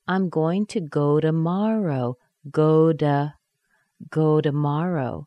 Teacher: softening these weak syllables that begin with a T to sound like a D.